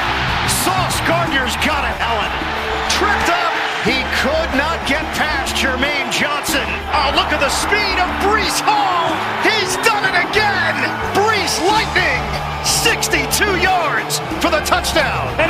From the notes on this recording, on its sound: Live From the NFL Scouting Combine. 2024 NFL Scouting Combine in Indianapolis.